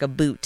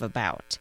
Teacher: some Upers and Wisconsinites share this thing called Canadian raising, which is basically where you say things like a boot instead of about · Shown in: first take